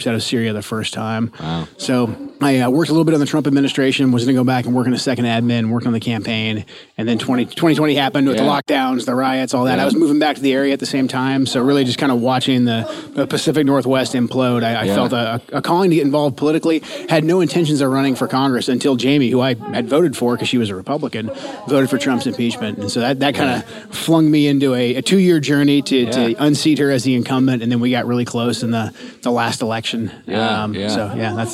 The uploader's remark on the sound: This episode was recorded at Old Town Burger in Battle Ground, so please excuse the background noise.